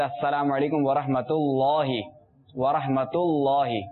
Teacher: اس میں جلالت کا لام وہ پر رہے گا اور تا باریک، جیسے السلام علیکم ورحمۃ اللہ ورحمۃ اللہ.